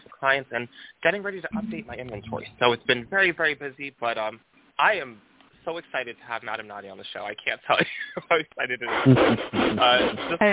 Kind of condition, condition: link, phone line